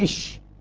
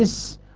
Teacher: كيف طبيعة الصوت الجاري في الشين تفشي، وطبيعة الصوت الجاري في السين صفير